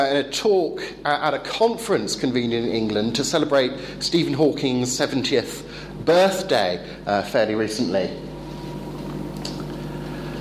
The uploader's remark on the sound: Talk delivered at the European Leadership Forum 2013 in Poland.